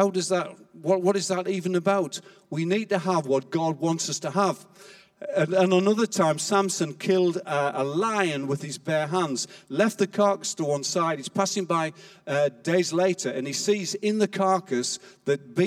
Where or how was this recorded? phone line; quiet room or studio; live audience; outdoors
live audience